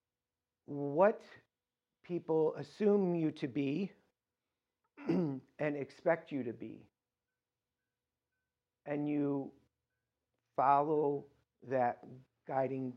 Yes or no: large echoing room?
yes